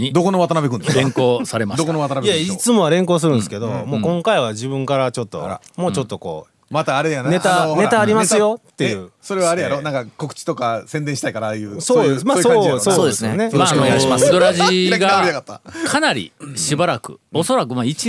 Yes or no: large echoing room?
no